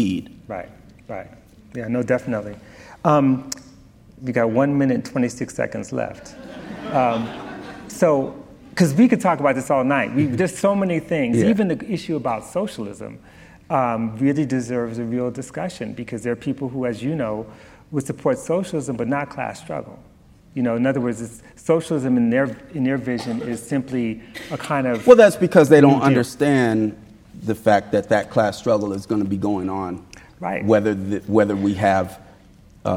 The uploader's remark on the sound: Recorded at the Lensic Theater in Santa Fe, New Mexico on September 11, 2019. Recorded at the Lensic Theater in Santa Fe, New Mexico.